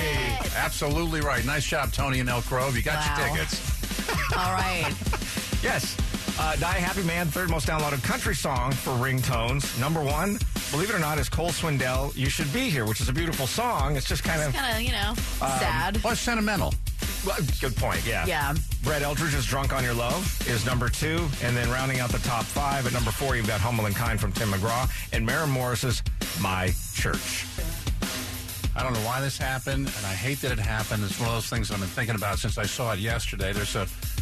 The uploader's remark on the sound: a former Starbucks manager called